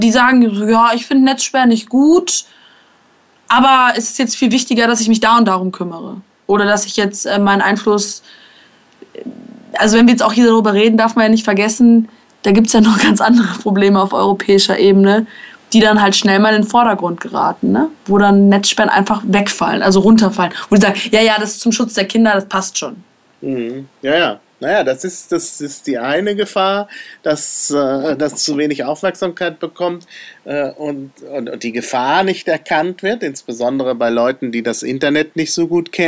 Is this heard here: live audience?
no